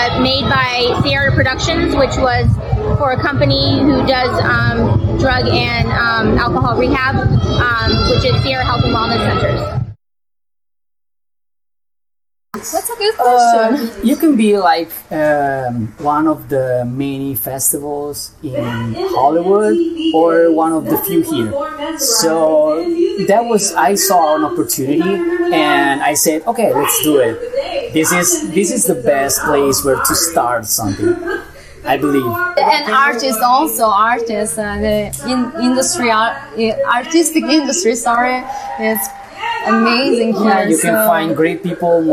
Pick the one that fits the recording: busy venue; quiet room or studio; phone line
busy venue